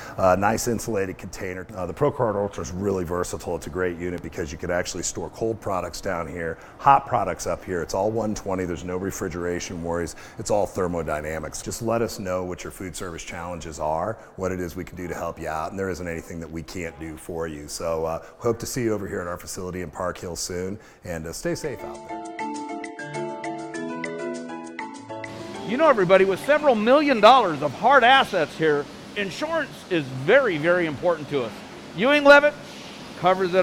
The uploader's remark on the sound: Live from Monarch Casino Resort Spa!